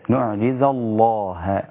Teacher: لابد أن أبدأ من بداية اللام مفخمة مغلظة